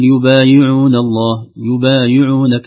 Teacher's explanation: ستصبح الياء فيها رائحة الضم، يقول يبايعون الله يبايعونك، لا أن نحقق الكسرة، إن الذين يبايعونك إنما يبايعون الله.